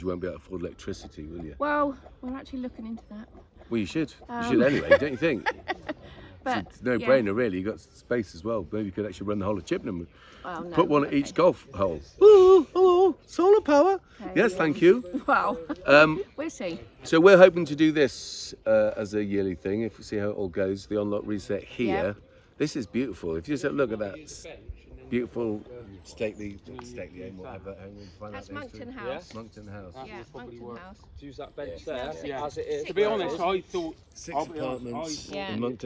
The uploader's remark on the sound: Checks in from setting up the Unlock Reset part 2 festival at the Pitch and Putt in Monkton Park, Chippenham!